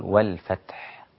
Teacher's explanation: وظهرت طبعا صفة الهمس في التاء والحاء